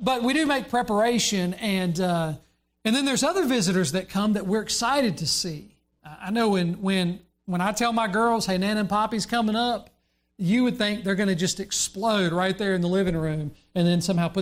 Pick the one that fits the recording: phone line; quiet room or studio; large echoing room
large echoing room